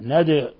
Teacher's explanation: ثم قلقلنا الدال لسكونها ند، لأن الدال من حروف قطب وجد الحروف الخمسة المقلقلة، لن ندخلها أبدا.